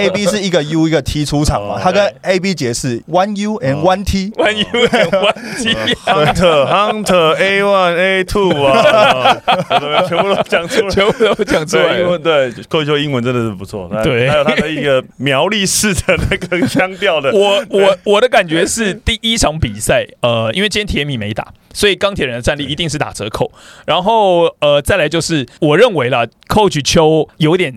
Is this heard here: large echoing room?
no